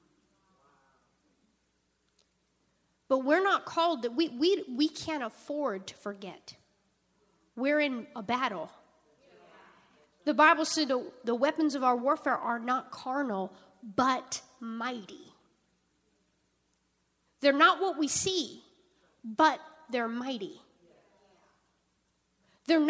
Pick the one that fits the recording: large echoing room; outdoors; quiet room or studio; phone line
large echoing room